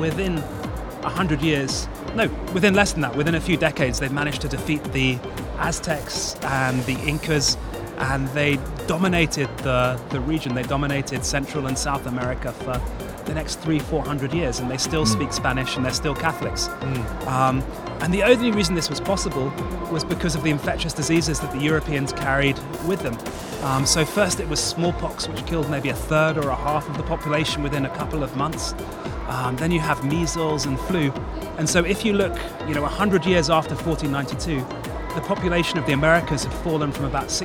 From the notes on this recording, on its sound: Live from SIBF 2023. The 42nd edition of the Sharjah International Book Fair.